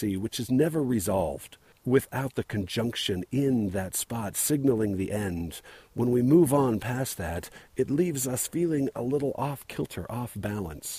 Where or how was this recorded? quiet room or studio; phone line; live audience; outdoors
outdoors